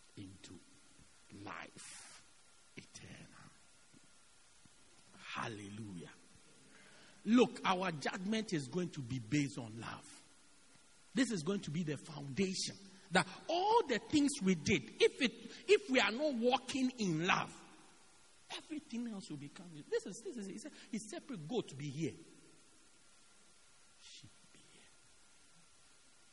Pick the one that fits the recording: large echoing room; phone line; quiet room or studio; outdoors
large echoing room